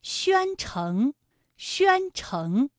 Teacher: 宣城的宣字就是一个前鼻音，有前鼻韵母渊，城是后鼻音